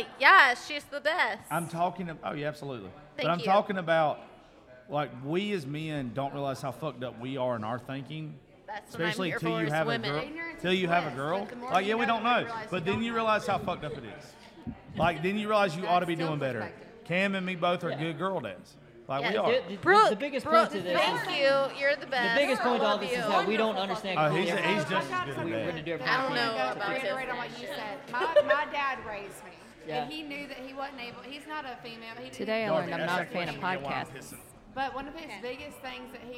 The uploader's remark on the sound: Holiday Special Live From Sophia's.